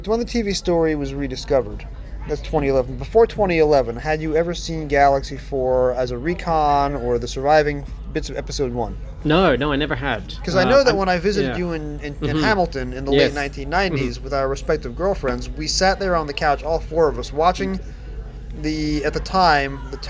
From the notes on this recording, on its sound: Live from Los Angeles. Sunday morning at Gallifrey One. Live interviews recorded at the con.